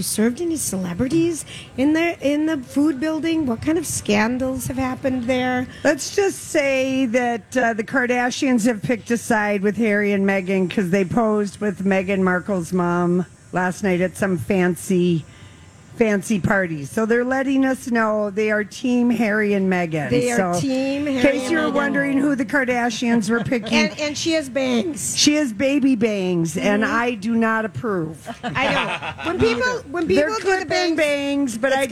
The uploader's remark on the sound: LIVE from the Minnesota State Fair